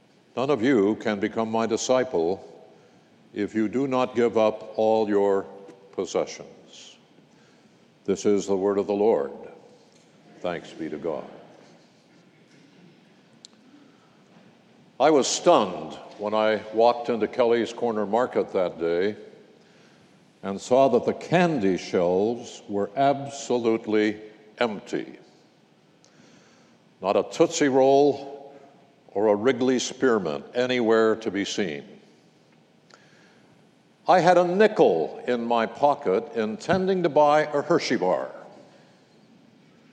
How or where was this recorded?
large echoing room